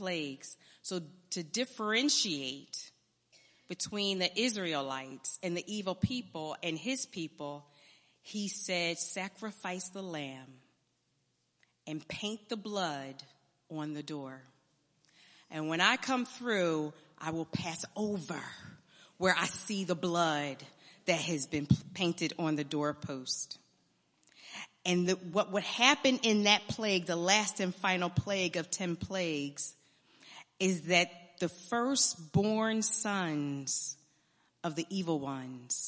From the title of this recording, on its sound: Sunday Morning Service